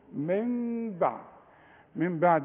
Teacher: لأن بعدها باء يحصل لها إقلاب، نقلب ونغن